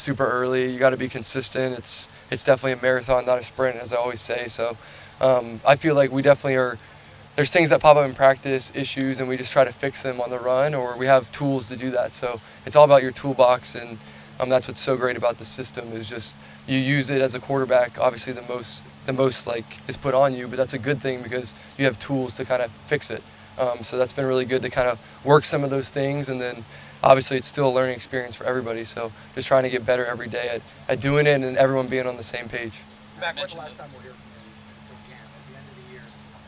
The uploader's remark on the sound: addresses the media during his press conference on Monday, June 12, 2023.